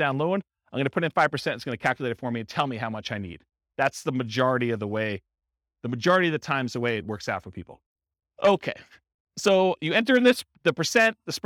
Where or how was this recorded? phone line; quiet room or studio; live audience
live audience